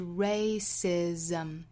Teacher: 还有后面这个是 racism,这两个词都是三音节的词，而且重音位置都是在第一个音节的，所以我们读起来它的节奏感应该是 da da da bigotry 后面这个呢是 racism 那注意这个词中间这个 c 字母呢是发 s 这个清辅音的，后面这个 s 字母发浊辅音的 z